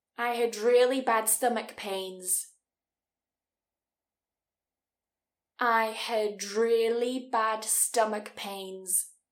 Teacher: What you'll notice with this one is when we have a D and an R together, sometimes they can sound a little bit like a J sound, so similar to a J almost.